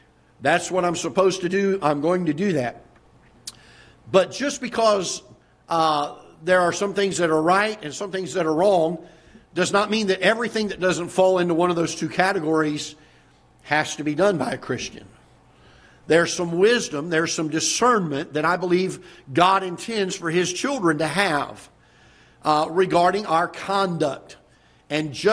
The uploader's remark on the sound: Ketha Heights Baptist Church ~ Live Broadcast